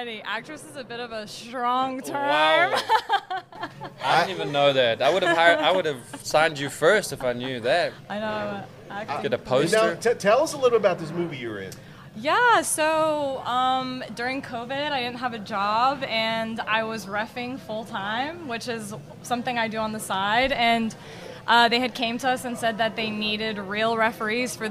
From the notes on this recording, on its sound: Live from Ivy Park Sports Bar and Grill